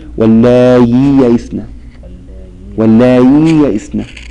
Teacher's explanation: وجهان. يسهلها مع المد والقصر بين بين